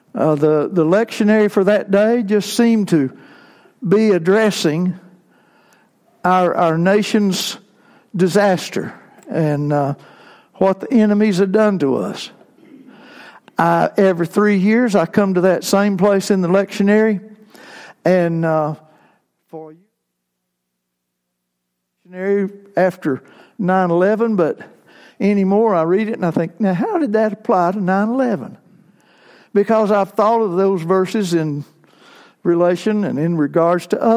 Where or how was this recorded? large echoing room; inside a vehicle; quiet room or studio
large echoing room